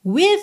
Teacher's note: Você termina o som no V, não segue pro E.